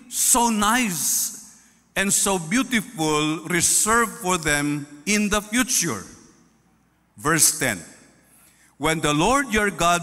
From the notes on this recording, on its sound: This podcast was recorded live last July 16, 2023 at Zamboanga City Alliance Evangelical Church.